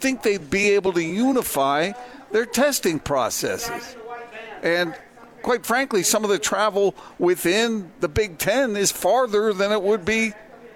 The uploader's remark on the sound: LIVE at Little Caesar's.